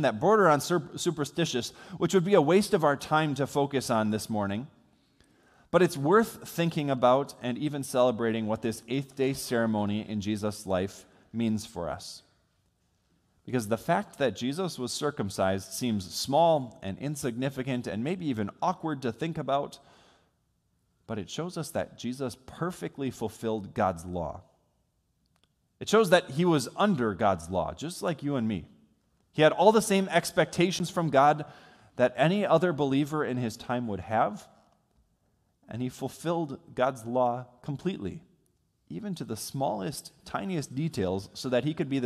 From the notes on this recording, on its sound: Sermon from worship on New Year's Day recorded on January 1 from Salem Lutheran Church in Owosso, MI.